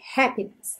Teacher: essa palavra happiness normalmente tem a sílaba tônica na primeira sílaba